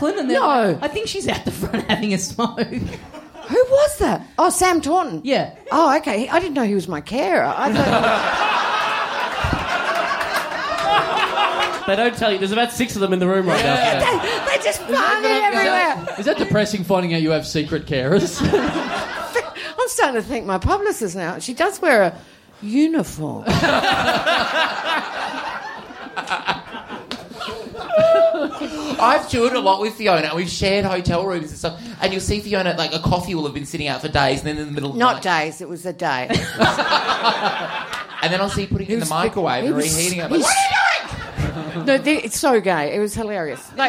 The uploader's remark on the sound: It's an absolute ripper show in front of a red hot crowd!